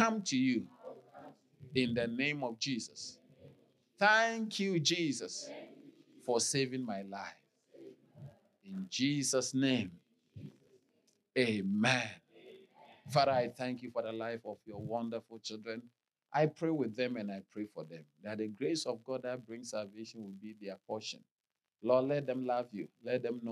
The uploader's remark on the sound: Sermon delivered on Sunday, November 26, 2023, at Strong Christian Church in Bellville, South Africa.